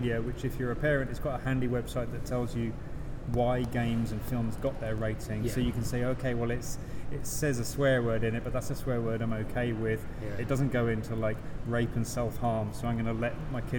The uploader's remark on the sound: A special episode recorded at EGX 2018. Sit around a microphone in what turned out not to be the quietest part of the Birmingham NEC.